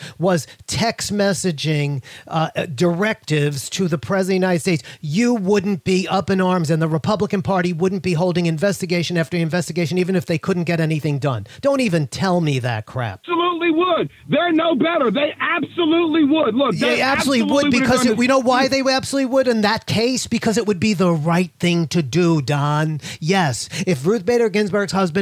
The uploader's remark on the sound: called in to my SiriusXM show